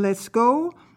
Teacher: The T is not pronounced in Lescaut, nor is the AU pronounced as AU, but is pronounced as though it were an O alone.